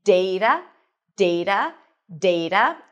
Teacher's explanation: You can either pronounce it as data, with the A as in day, data, and I am using the general American pronunciation, so you'll notice that my T sounds a little bit like a D.